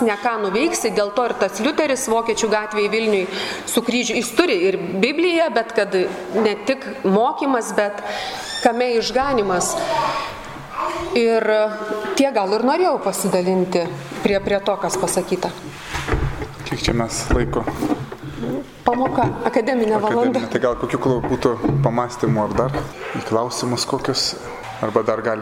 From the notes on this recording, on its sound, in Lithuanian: Įrašas iš Šeimų festivalio.